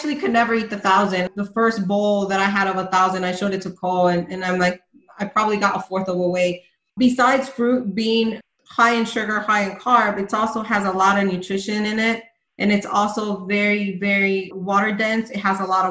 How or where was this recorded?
video call